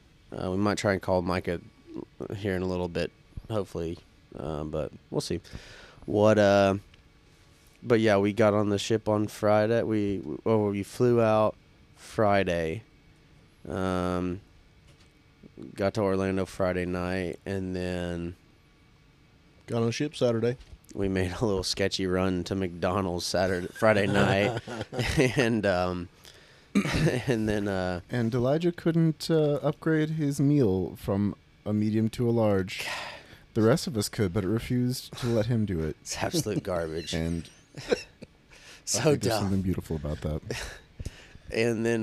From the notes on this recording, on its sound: We apologize for the slightly rough audio it was recorded and edited while still on the cruise ship.